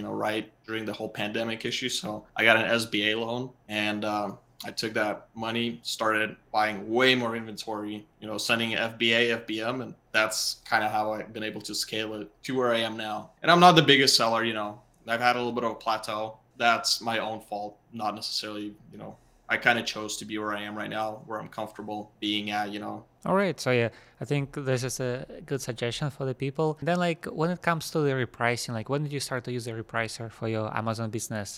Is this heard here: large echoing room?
no